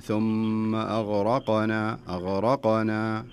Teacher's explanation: يعني مفروض تقرأها ثم أغرقنا أغرقنا، القاف فيها قلقلة